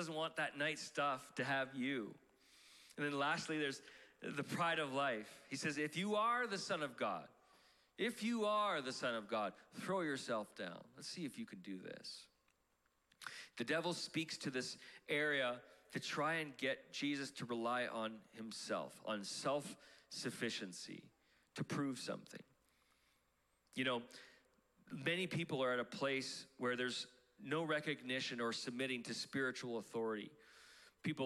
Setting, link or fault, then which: setting, large echoing room